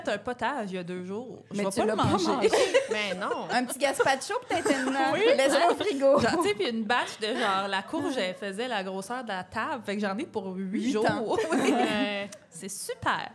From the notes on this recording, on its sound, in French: enregistré à l'Idéal mercredi le 4 octobre 2023